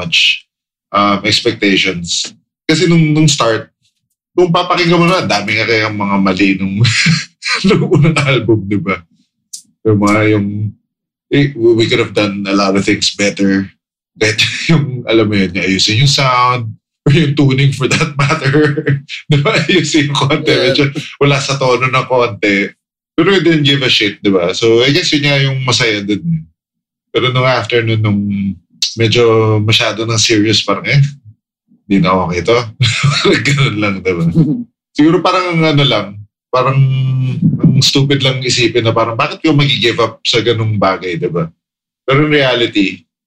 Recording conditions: video call